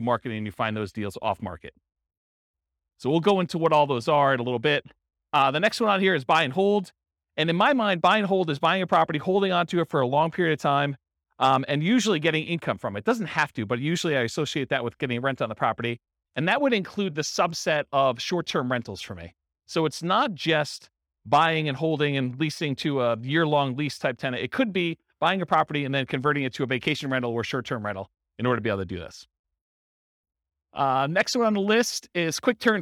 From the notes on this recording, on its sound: This was a live class recorded